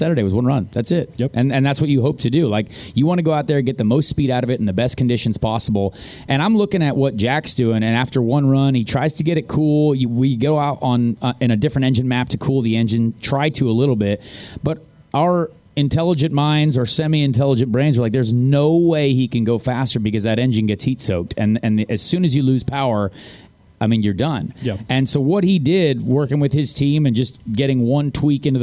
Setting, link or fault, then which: setting, busy venue